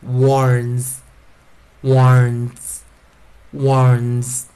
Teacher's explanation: Warns.所以啊，老师念的是什么？浊化的 S. S 是前方，不管是 N 或者是 M， S 就是念 Z